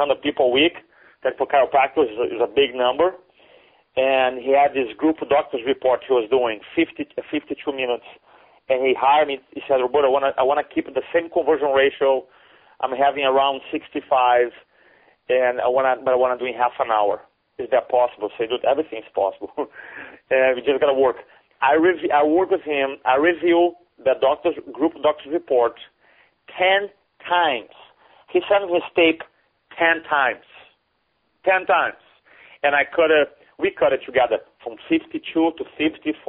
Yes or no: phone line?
yes